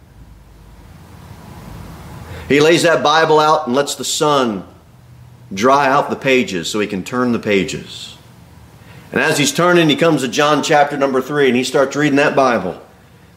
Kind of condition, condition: setting, large echoing room